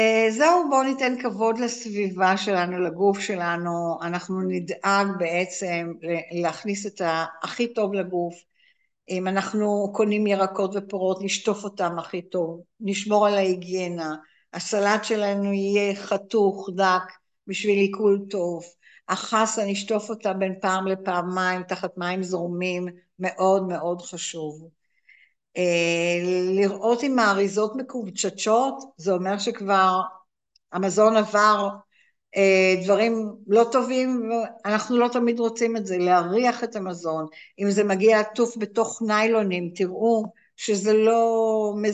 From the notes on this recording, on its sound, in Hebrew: הקלטה של הרצאת זום